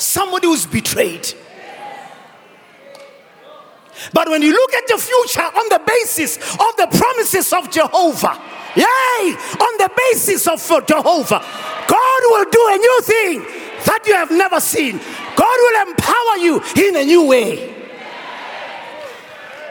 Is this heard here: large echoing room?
yes